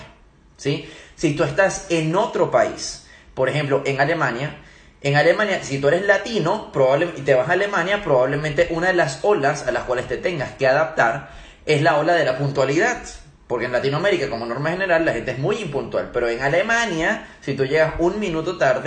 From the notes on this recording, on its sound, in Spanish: Primera sesión de preguntas y respuestas realizada por Instagram Live